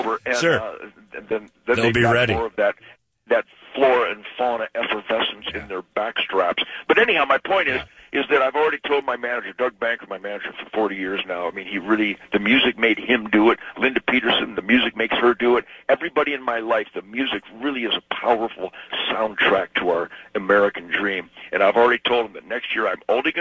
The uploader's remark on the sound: Phone Interview